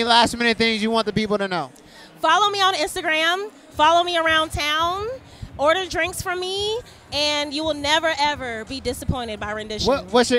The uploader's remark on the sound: Live at the Black-Owned Business Expo!